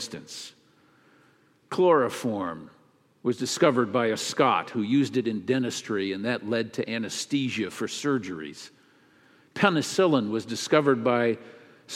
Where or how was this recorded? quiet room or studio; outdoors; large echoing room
large echoing room